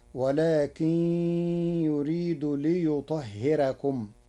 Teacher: قرأ ورش كلمة ليطهركم بترقيق الراء لوقوع كسر قبلها فتصير ولكن يريد ليطهركم.